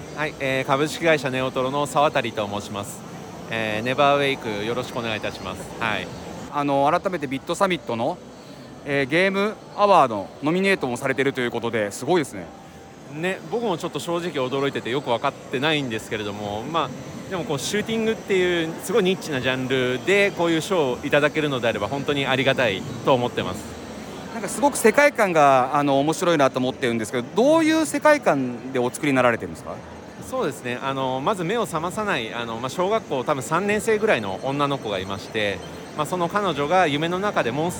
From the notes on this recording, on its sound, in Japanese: BitSummitの現場から！